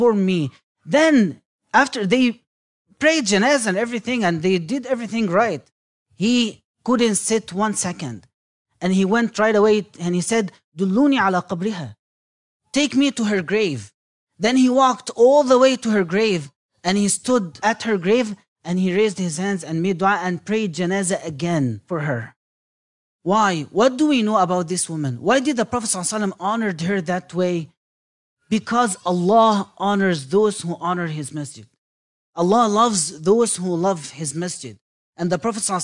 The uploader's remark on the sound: Lecture was held at American Muslim Center